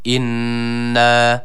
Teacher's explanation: nunu birazcık tutuyoruz, bir elif miktarı uzatıyoruz